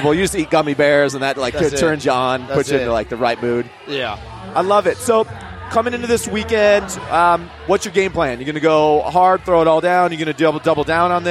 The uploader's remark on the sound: Live From The Gym. The gang is broadcasting live from the floor for Friday Night Lights at Industrious. The energy is off the hook!